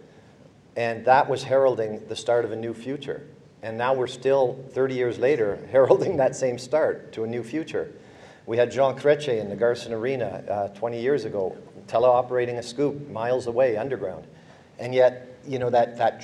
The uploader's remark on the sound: This episode features a round-table discussion on clean mining recorded live at The Northern Miner's Progressive Mine Forum held at the MaRS Discovery District in Toronto in October 2018.